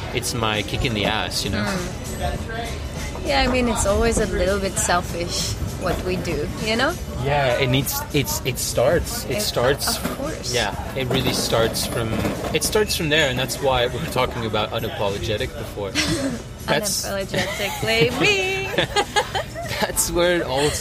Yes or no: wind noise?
yes